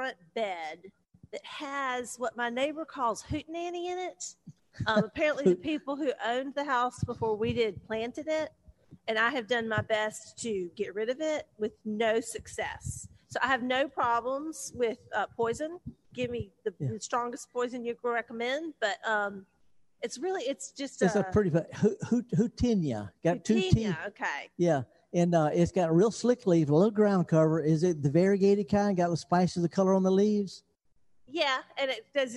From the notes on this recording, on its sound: Live broadcast of The Gestalt Gardener from the Armory Pavillion in Oxford, MS.